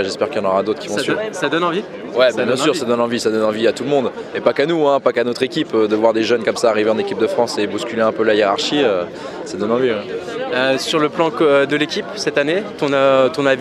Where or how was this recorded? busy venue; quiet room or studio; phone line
busy venue